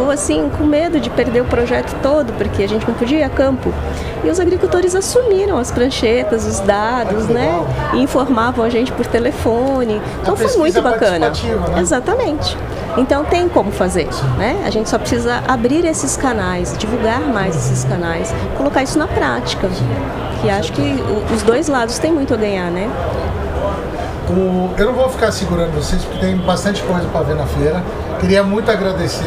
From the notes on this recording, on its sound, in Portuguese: Estamos ao vivo da Hortitec 2023